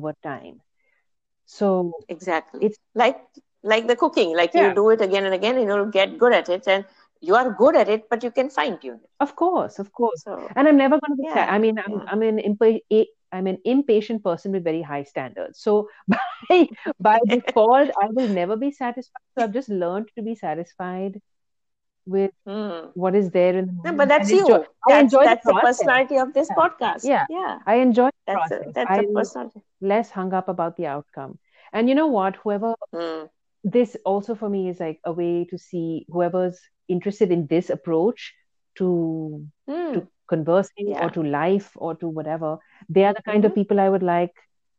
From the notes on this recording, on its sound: A tech test inadvertently turns into a first episode! The sounds quality is very poor (lots of scratches and drops).